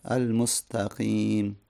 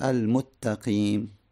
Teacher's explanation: میگه کسیه که ادغام میکنه در غیر موضعش، مثلا المستقیم، میگه المتقیم، ادغام میکنه، اینجا جای ادغام نیست، متقیم، سین رو در تا ادغام میکنه · Shown in: second take